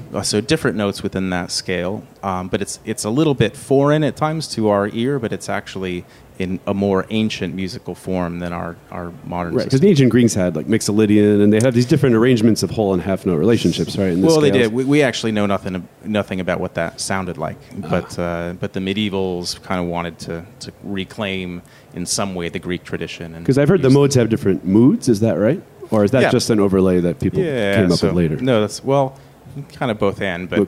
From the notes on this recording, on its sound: at the FOCUS SEEK19 conference